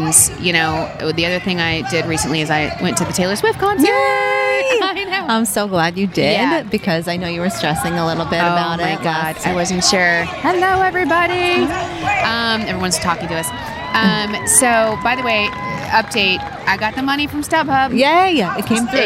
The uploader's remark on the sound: On Location at the First Annual Patchogue Pride Parade